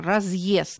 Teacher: Поэтому «е», «ё», «ю», «я» – это ютированные гласные, которые обозначают два звука в начале слова, после разделительного твердого или мягкого знака, например, «разъезд». После твердого знака мы четко и отчетливо слышим «и» краткое и «э» произношение